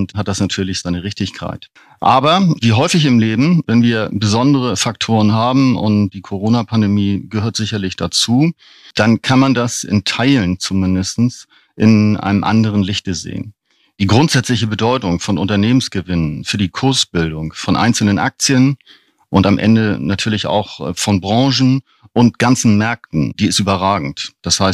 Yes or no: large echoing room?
no